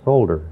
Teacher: You don't have any sh sound. You can't. They both come out solder in Finnish.